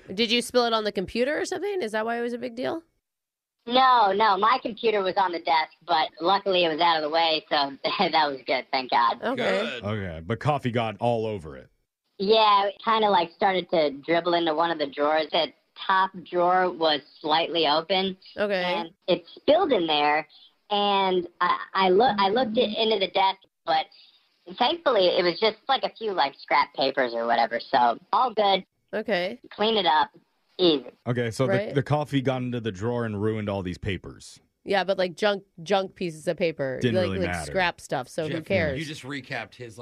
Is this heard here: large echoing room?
no